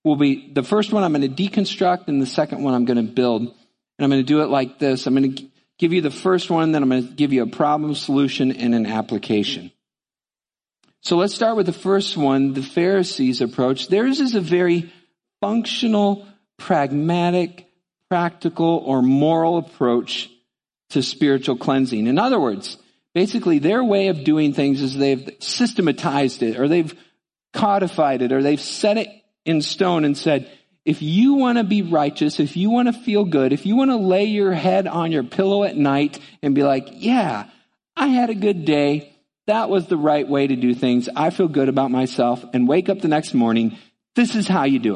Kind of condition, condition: setting, large echoing room